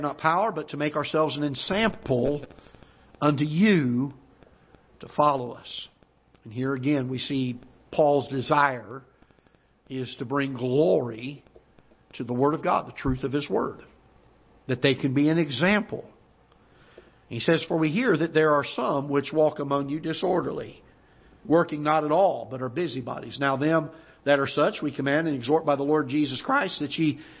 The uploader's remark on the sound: Ketha Heights Baptist Church ~ Live Broadcast.